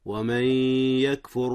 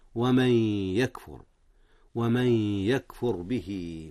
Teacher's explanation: هنا إدغام يا أستاذنا. إدغام، أدغمت النون، نون من في ياء يكفر، إدغام بغنة. والإدغام بغنة الخمسون أو 50% للمدغم وخمسون بالمئة للمدغم فيه.